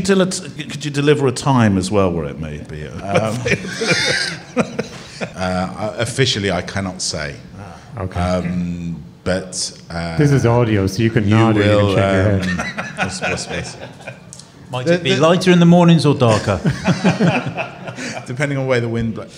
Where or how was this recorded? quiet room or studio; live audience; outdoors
live audience